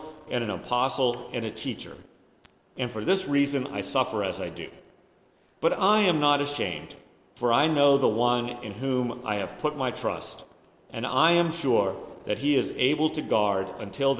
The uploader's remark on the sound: Preached at First Presbyterian Church of Rolla on October 2, 2022